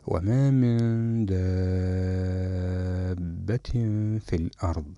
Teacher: فهنا في كلمة داب يمد الألف مدا طويلا مقداره 6 حركات · Term: المد اللازم